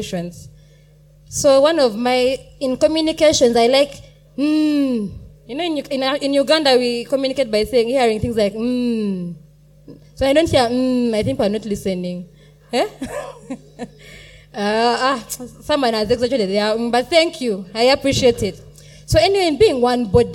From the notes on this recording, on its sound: Panel Session :: Ablaze Youth Conference 2023 :: Day 2 :: Afternoon Session. During the afternoon session of Day 2 of Ablaze Youth Conference 2023, we had a panel session.